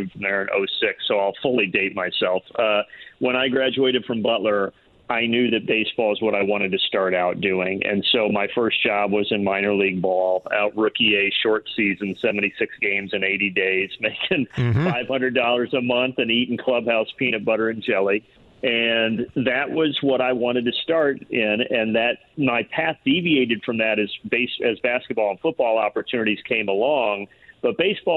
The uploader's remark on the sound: taking a phone call